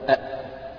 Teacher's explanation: مخرج الهاء تقول أه، مخرج الهمزة أ، يعني حط قبلها همزة أخرى تصبح أ وأه، فالهمز والهاء هذه من أقصى الحلق، أ وأه. يعني لو تضع يدك كذا على حلقك تشعر وتنطق أ وأه تشعر بحركة كذا أو تلامس أو اهتزاز في منطقة معينة، هذه المكان الذي يخرج منه الهمزة والهاء.